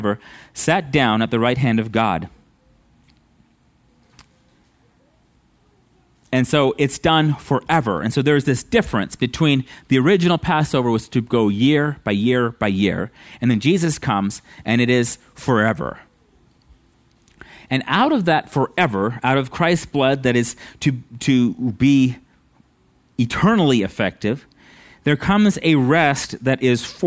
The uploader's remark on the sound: at Living Water Fellowship Denver's Sunday morning service on August 21st 2022